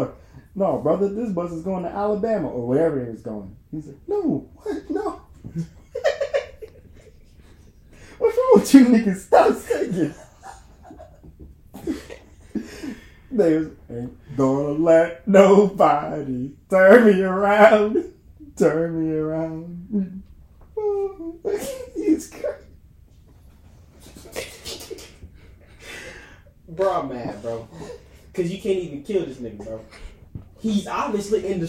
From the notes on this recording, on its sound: THIS IS OUR IMPROMTU EPISODE, MICS WEREN'T SET UP, CAMERA WAS NOT ROLLING